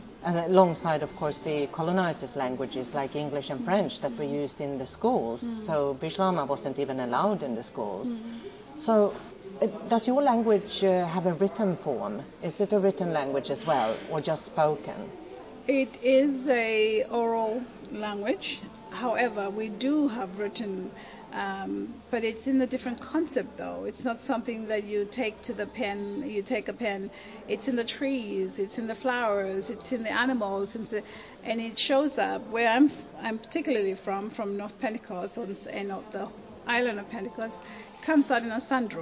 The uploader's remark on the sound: at the 7th Melanesian Arts & Culture Festival in Port Vila, Vanuatu